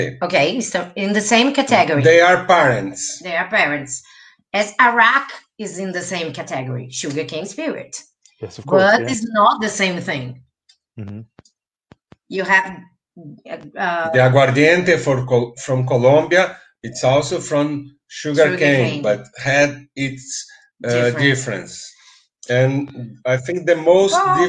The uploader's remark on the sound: Unedited recording of our FB live.